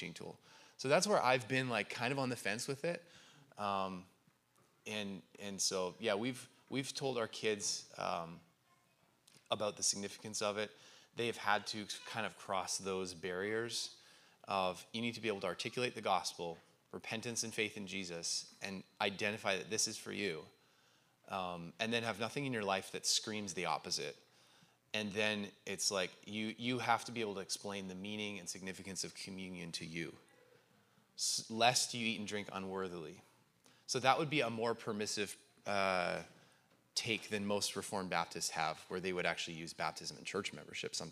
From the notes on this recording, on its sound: In this episode, we have the recording of today's Pastor's Q&A, where our pastors fielded questions from our church.